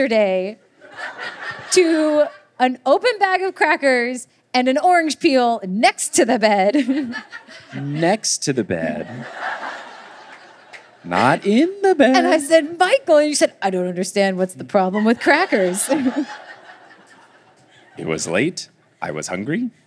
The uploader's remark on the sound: LIVE in Dallas!